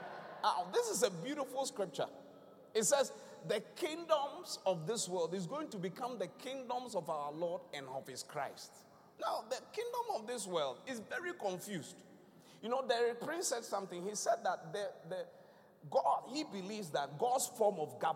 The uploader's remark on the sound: Thanksgiving Service ( Encounter Service ). Preached at The Qodesh.